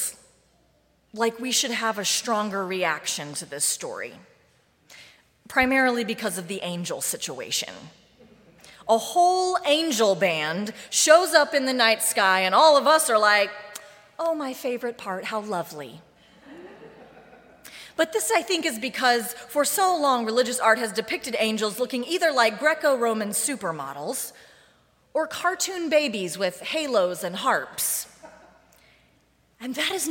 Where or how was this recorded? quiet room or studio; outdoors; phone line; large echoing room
large echoing room